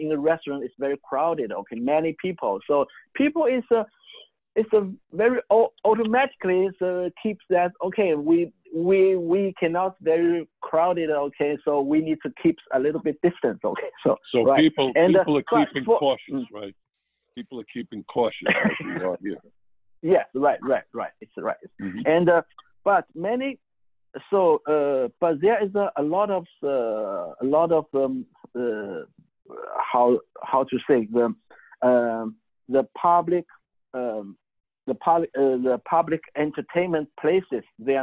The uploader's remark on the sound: Called in live from Shanghai, China. Called in live from Shanghai, China.